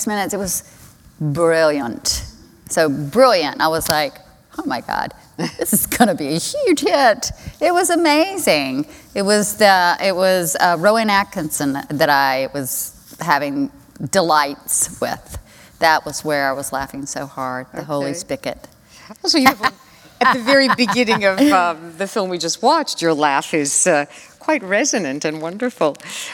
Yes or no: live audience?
yes